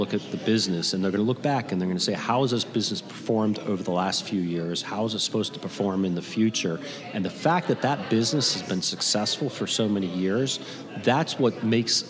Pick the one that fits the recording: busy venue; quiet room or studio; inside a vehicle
busy venue